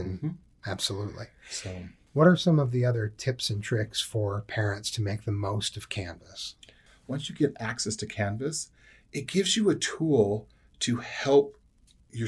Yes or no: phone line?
no